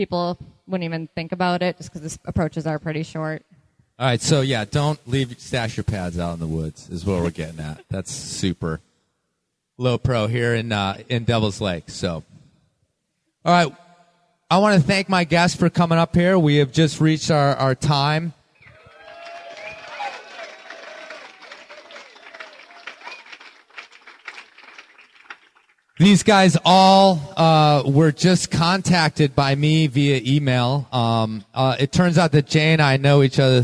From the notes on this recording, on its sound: Live from Devils Lake Craggin’ Classic. A live show recorded last year at the American Alpine Club’s Craggin’ Classic in Devils Lake, WI. One rainy, soggy, muddy night, three guest joined me for a panel discussion.